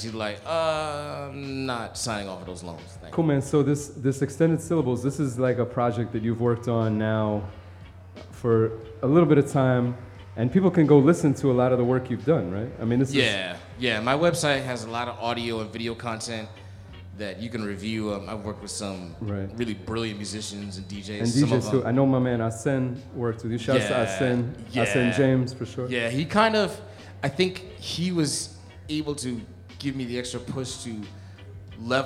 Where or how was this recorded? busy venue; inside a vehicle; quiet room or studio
busy venue